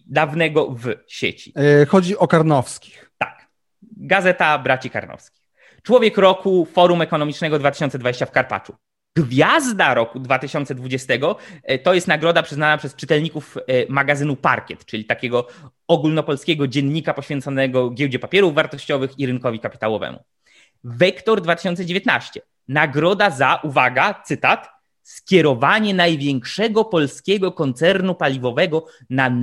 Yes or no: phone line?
no